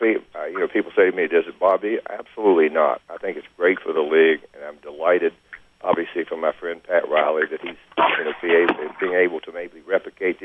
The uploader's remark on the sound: Conference Call (3/21/13)